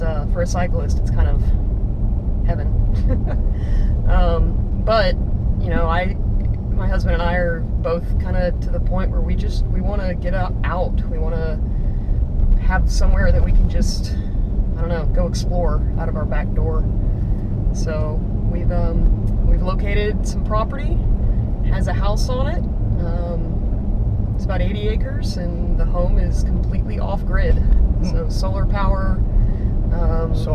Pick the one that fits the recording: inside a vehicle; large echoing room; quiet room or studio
inside a vehicle